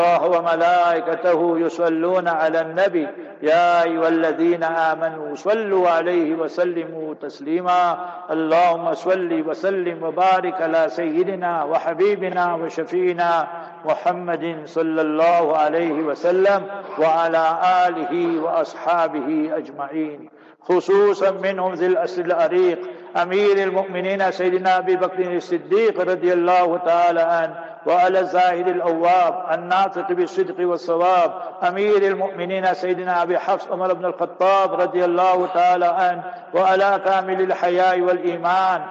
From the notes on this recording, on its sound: Jumah Lecture at Masjid Abdullah Bin Salaam (21 Fairway Kelvin).